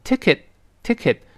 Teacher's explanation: 读快了最后那个 t 失去爆破了